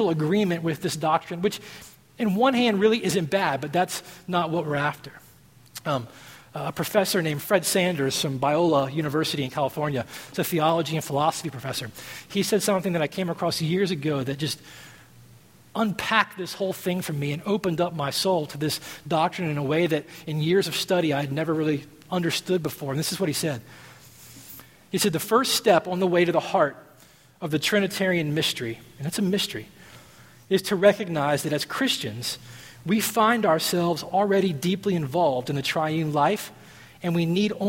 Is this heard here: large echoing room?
yes